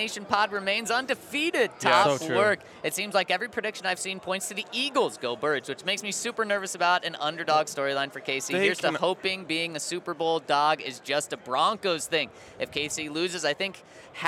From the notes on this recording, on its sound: Super Bowl LVII Radio Row. Coming to you LIVE from Radio Row at the Super Bowl.